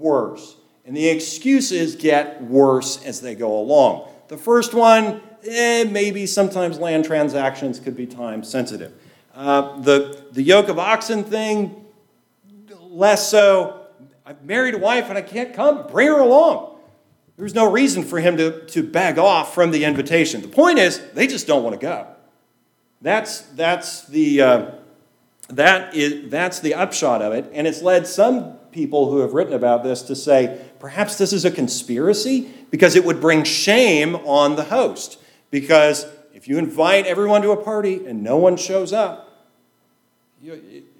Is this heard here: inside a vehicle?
no